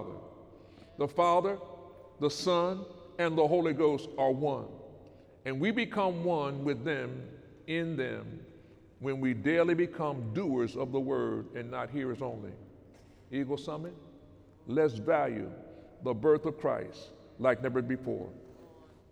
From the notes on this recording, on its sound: During Sunday morning service on December 23, 2018